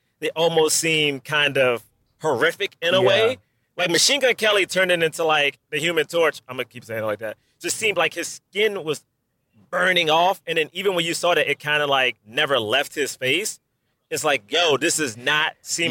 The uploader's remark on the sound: From Rental Car City as he podcasts live from the road.